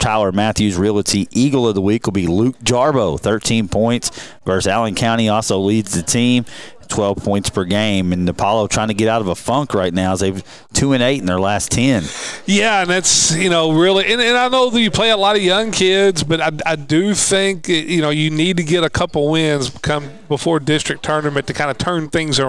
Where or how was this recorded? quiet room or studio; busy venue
busy venue